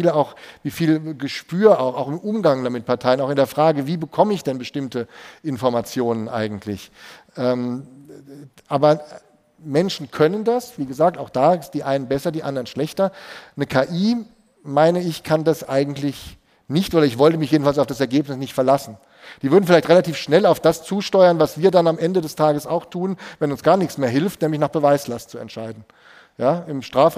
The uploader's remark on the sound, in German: Live aus Freiburg. Die Rechtsanwaltskammer Freiburg hat uns eingeladen, während der Kammerversammlung eine Live-Episode von (R)ECHT INTERESSANT!